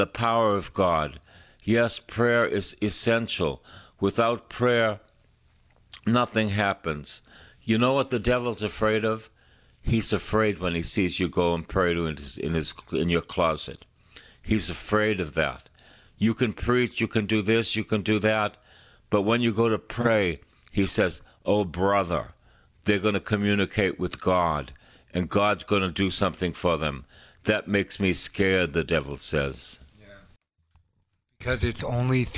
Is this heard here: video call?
no